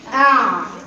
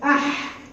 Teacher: العين تضييقها اكتر من الحاء، فعشان كده بقت في المتوسط. العين تضييق لسان المزمار مع الحلق فيها اكتر من الحاء، لكن الحاء مفتوحه